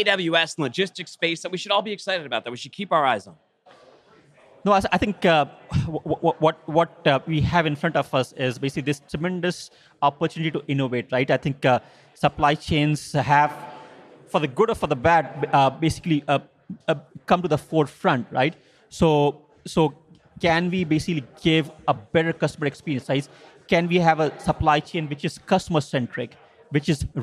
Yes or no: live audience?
yes